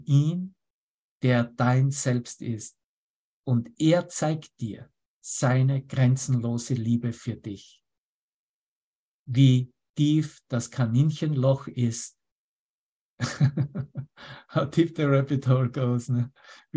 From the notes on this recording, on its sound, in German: Zoom-Session. Veranstaltet von der Aleph Akademie.